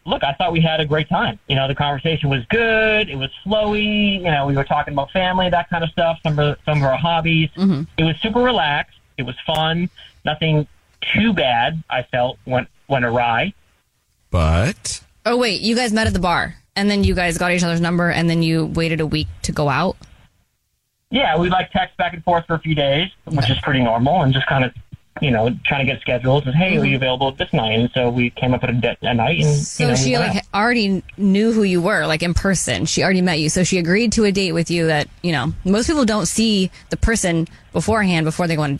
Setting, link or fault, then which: link, phone line